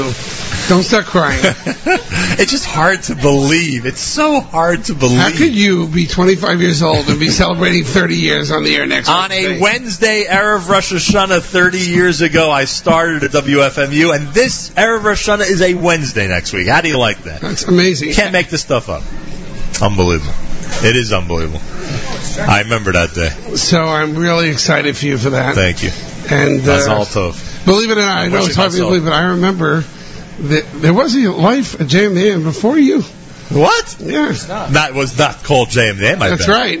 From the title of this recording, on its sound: LIVE from Cedar Market in Teaneck, NJ